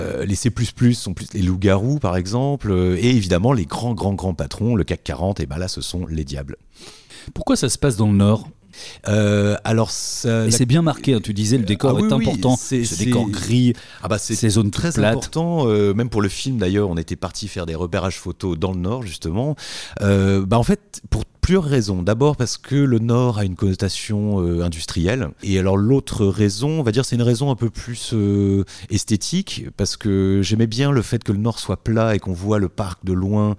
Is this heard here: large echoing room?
no